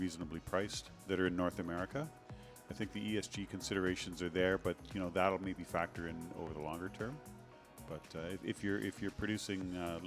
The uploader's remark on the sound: 2023 PDAC Mining Conference 1x1 Series. At this year’s 2023 PDAC convention - one of the world’s largest mining conferences.